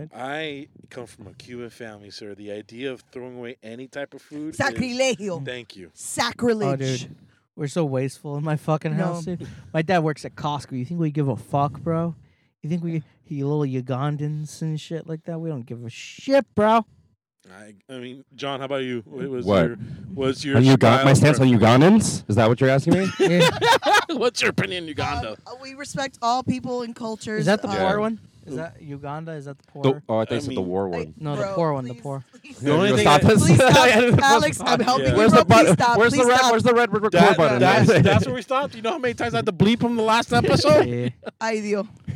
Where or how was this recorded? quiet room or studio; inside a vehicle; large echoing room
inside a vehicle